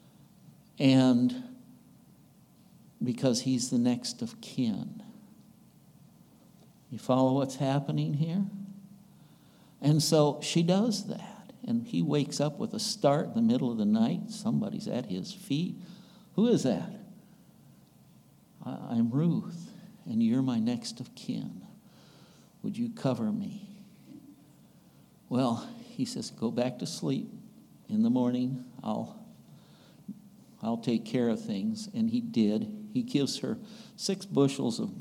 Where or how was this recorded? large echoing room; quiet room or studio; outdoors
large echoing room